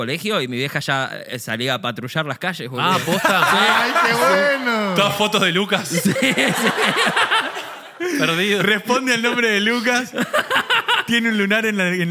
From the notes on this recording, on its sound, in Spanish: Estamos EN VIVO en el TEATRO CHACAREREAN